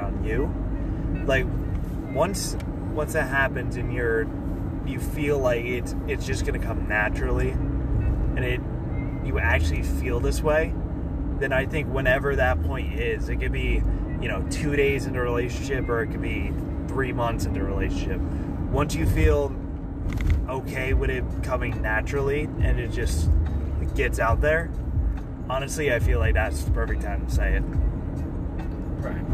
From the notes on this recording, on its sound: All while driving to some Lo-Fi tunes.